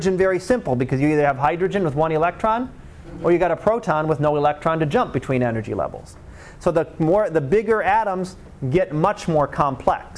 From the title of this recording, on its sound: Live Class Lecture